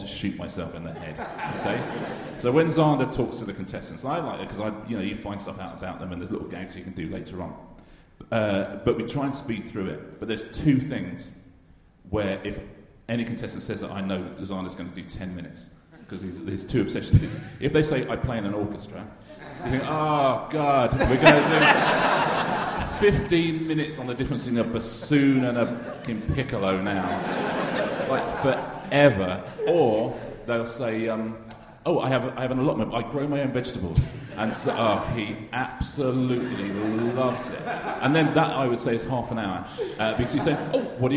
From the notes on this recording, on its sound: RHLSTP Edinburgh 2019. Played live in front of and then involving the audience.